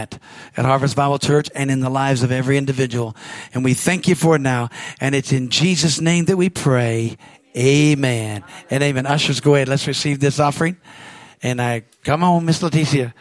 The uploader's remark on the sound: from the Sunday service on March 26, 2023 at Harvest Bible Church in Stockton, CA.